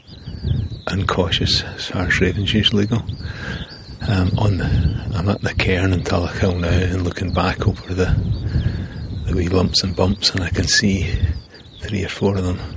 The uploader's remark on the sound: Glen Douglas Walkcast. I also tried recording audio along the way to take some notes & record some thoughts.